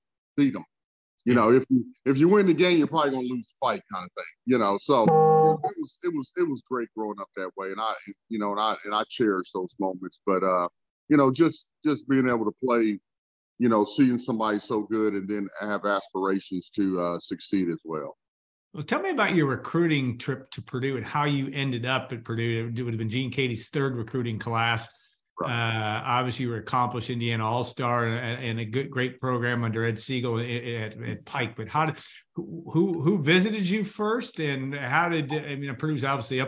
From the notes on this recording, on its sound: Birthday Zoom.